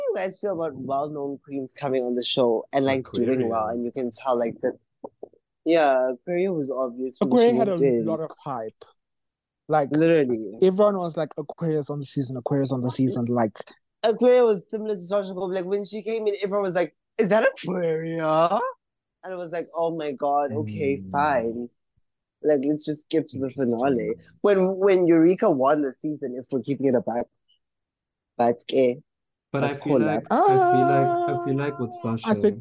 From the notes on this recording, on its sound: Join our three divas as they join the Zoom call one last time